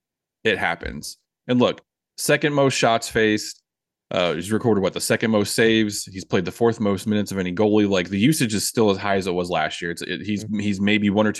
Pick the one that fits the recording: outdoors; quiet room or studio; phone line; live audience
quiet room or studio